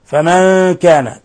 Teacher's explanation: تخفى النون الساكنة عند الكاف · Term: إخفاء حقيقي